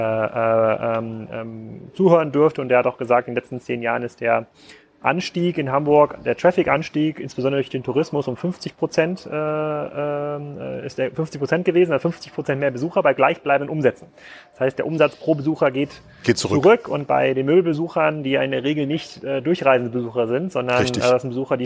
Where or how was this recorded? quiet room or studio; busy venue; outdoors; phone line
busy venue